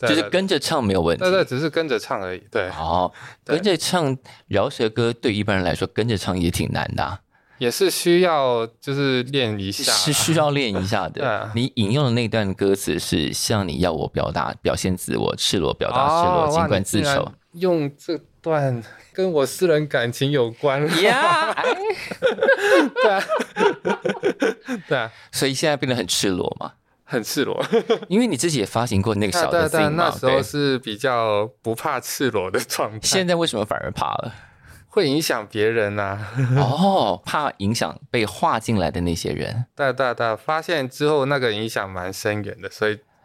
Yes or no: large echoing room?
no